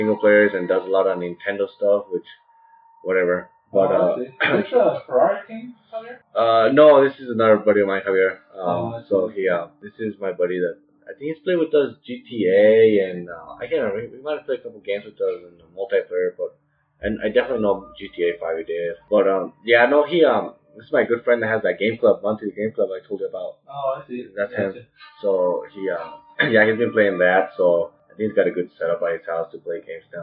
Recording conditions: poor sound quality